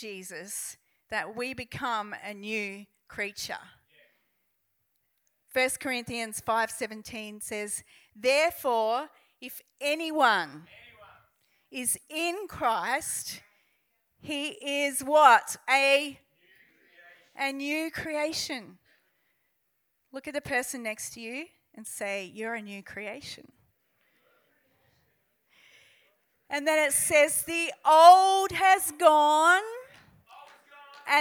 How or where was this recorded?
large echoing room